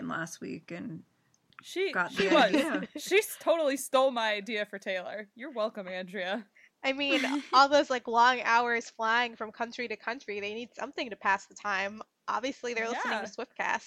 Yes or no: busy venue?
no